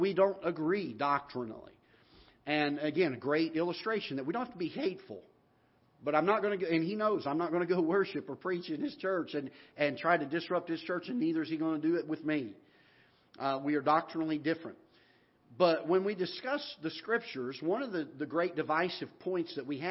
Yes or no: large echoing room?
yes